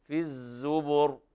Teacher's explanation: بيان حرف الزاي، لو فخمها لصار الظاء، نعم في الزبر، والراء هنا مفخمة لسكونها سكونا عارضا وقبلها ضم.